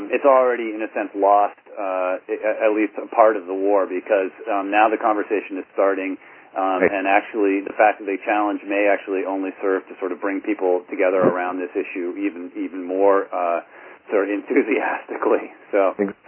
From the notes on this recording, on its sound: Call recorded on May 12, 2011.